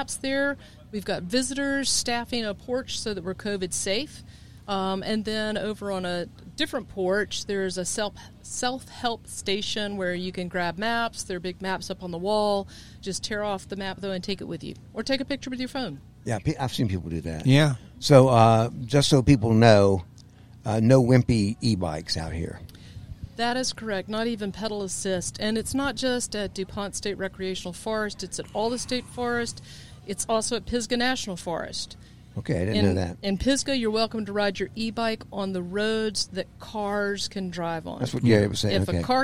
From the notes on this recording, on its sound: When we were once again recording at DuPont State Recreational Forest on National Public Lands Day.